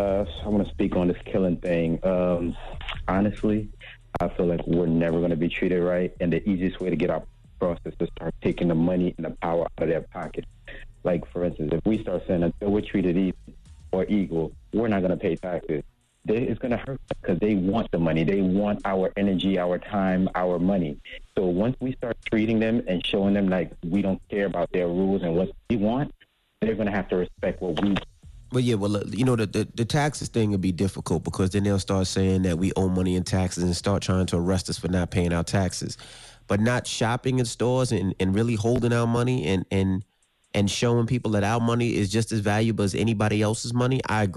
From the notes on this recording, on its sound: Went live with his listeners and allowed them to vent. Gave a call in to the show.